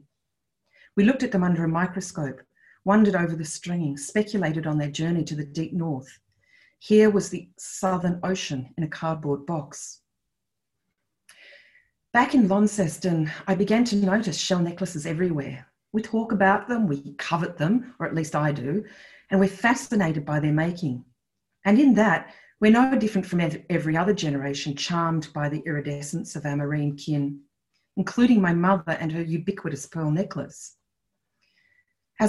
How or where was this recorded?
video call